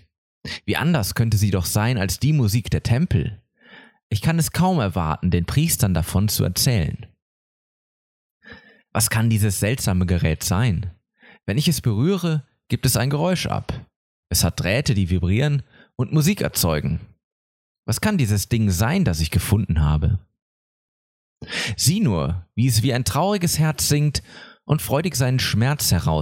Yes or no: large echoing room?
no